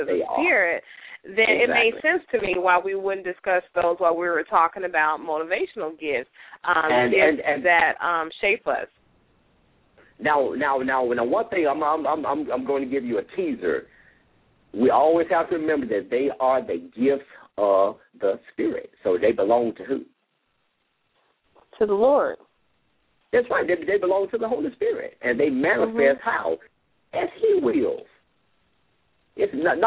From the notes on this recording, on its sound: LML uses a progressive live call in format.